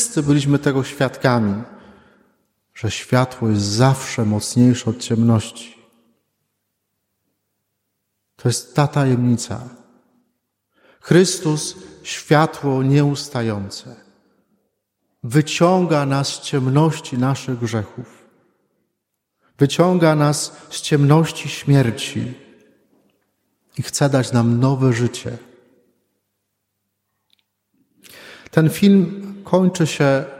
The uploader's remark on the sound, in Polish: Wigilia Paschalna. Nagrania homilii i kazań wygłoszonych w parafii WNMP w Opolu Gosławicach.